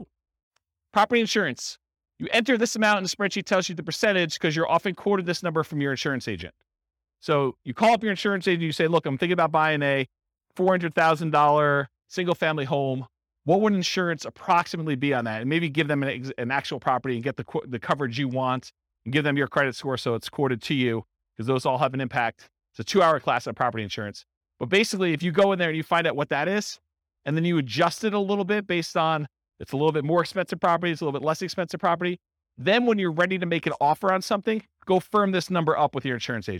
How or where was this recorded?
live audience